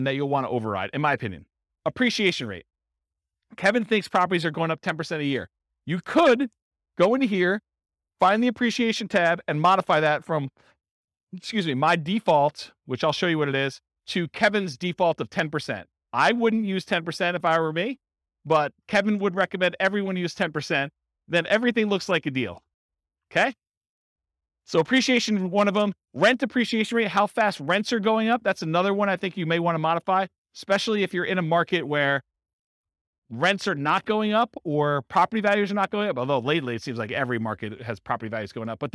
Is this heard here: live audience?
yes